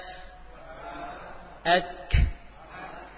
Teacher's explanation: Pangkal lidah di depan makhraj qaf, ya, menempel ke atas pada langit-langit yang sudah mulai mengeras.